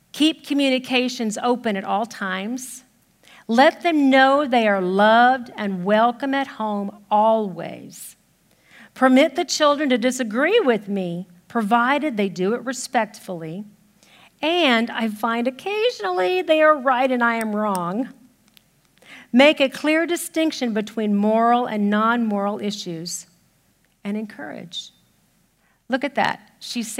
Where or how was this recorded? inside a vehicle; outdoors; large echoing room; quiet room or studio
large echoing room